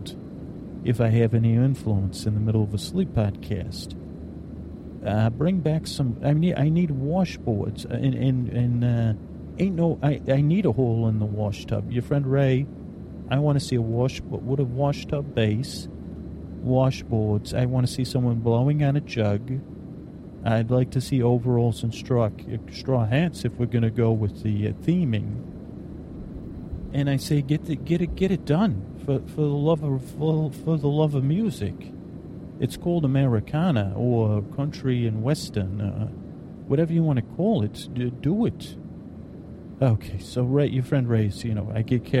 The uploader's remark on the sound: On a Plane | On Location.